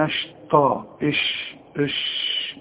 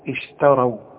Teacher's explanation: فرقق لي الشين ورقق لي التاء، واوعى تطلعها لي طاء · Shown in: second take